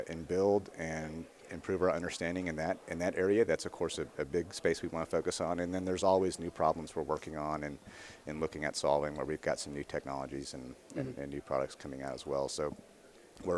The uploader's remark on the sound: Live at AFPM